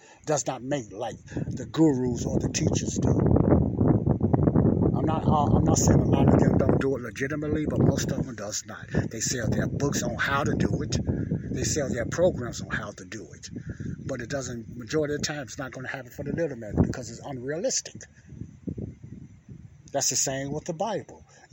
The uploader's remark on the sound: this is my outside talk